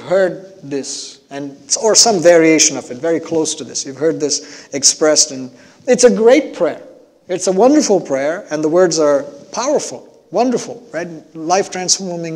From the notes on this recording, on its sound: At New Life Fellowship Church, Concord, NC, on Sunday, December 5, 2021.